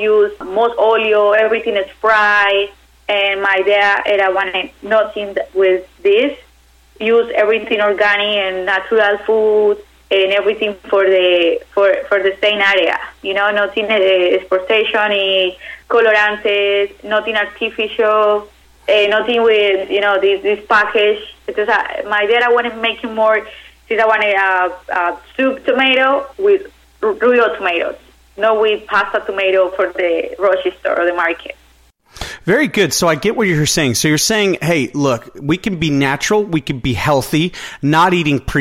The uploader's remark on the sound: called in to SmallCapVoice